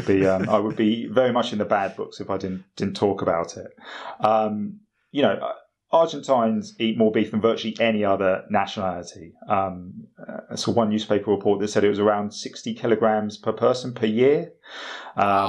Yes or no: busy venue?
no